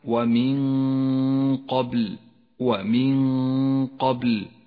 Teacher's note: ومن الخيشوم. بينما الغنة في قوله تعالى ومن قبل، ومن قبل غنة مفخمة لأن حرف القاف الذي بعد النون حرف مفخم، والغنة تتبع ما بعدها في الترقيق والتفخيم. تنبه دائما إلى